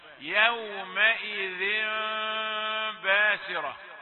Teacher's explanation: فقد قالوا عن هذا التنوين المقابل للباء إنه إقلاب يؤدي إلى الإخفاء، يعني نقلب التنوين يومئذ، نقلب هذا التنوين إلى ميم، ثم نخفي هذه الميم المقابلة الملتقية مع الباء، يعني ميم ليست صريحة وإنما مخفى.